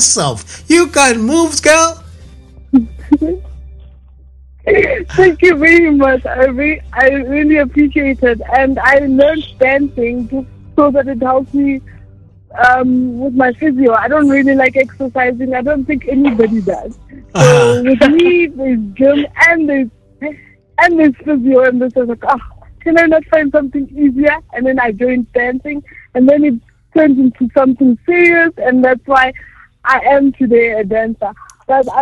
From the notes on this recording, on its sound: Joined over phone.